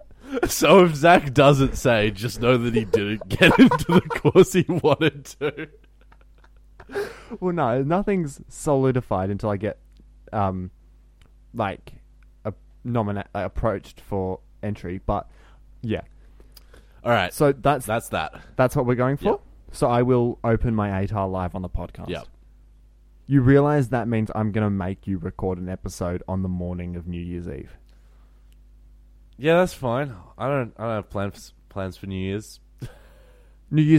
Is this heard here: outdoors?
no